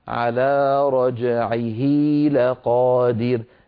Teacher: كذلك الأمر لو تابعنا التلاوة على رجعه لقادر، عيه أيضا هذه ضمير ومفرد غائب مذكر ووقعت بين متحركين لأن العين متحركة واللام متحركة، فأشبعنا يعني طولنا كسرة الهاء فتولد منها ياء منطوقة ليس لها صورة في الخط · Term: مد الصلة